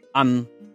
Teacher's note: 第六声，按，音高处于第二高